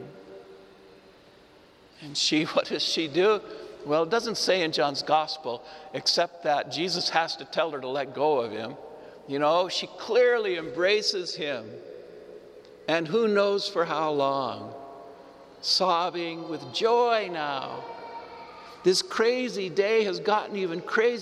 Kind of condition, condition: setting, large echoing room